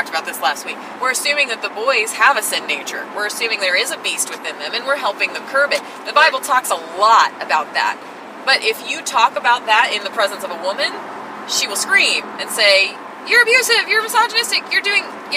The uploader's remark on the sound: Are in the car. Our GPS made the recorder glitch between the 13:00 and 14:00 minute mark...